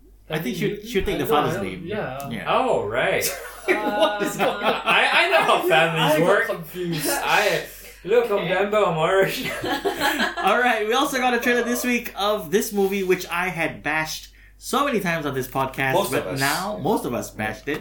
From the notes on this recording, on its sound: Messed up during the recording session and ended up recording in a "not great" quality. Apologies for the drop in audio quality.